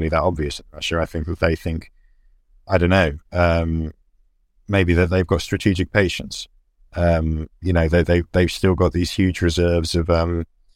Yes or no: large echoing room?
no